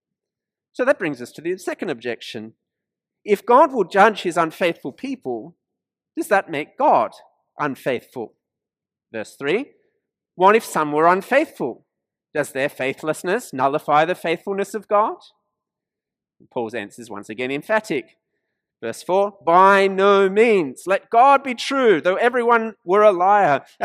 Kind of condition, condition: setting, large echoing room